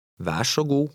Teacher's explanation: the RS combination still has the RSH sound, even though the letters are in two different words.